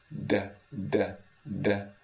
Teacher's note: Then stiff voice, da, da, da. I'm trying to increase the tension in my vocalis muscle to make my vocal folds a little stiffer.